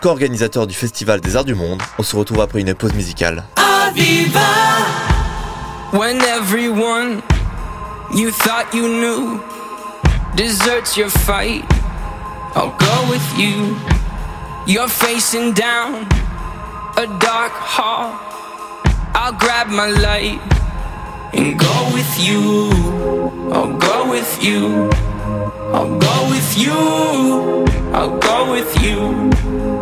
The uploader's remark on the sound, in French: s’est rendue au festival des arts du monde et a pu interroger